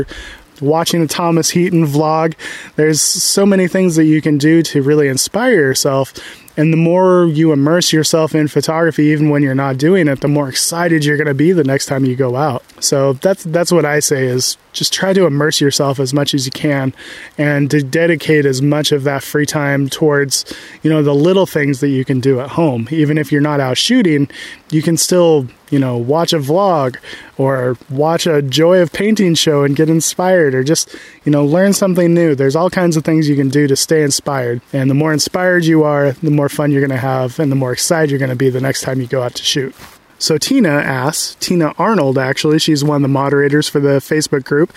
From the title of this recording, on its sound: Live Q&A from the Redwoods